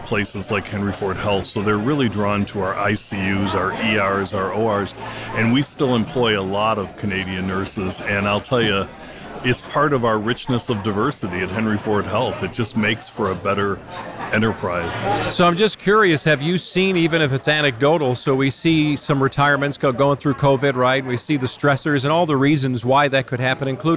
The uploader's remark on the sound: we’ll be bringing you conversations from the Mackinac Policy Conference